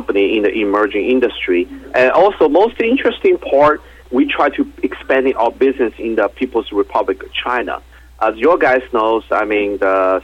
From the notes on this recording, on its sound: called in to SmallcapVoice.